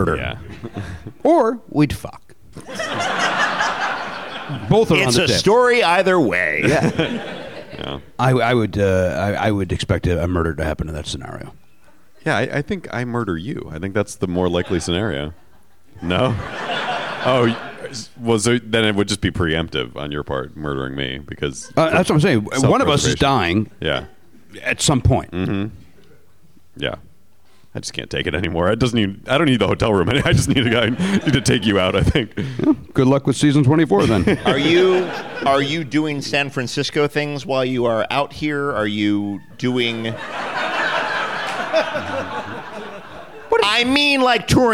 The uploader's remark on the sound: Recorded at the Gateway Theatre as part of SF Sketchfest on January 12, 2019.